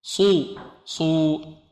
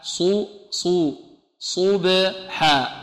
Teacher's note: نضم الشفتين مع الصاد، لماذا؟ لأنها مضمومة